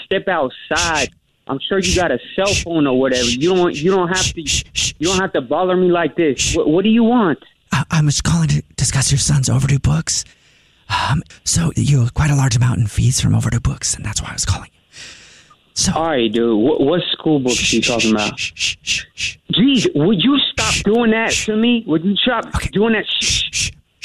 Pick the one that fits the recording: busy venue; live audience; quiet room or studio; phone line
phone line